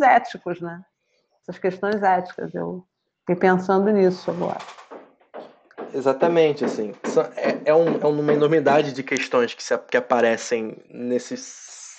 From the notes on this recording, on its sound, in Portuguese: Este episódio teve seu áudio extraído da gravação da aula realizada no dia 19 de abril de 2021.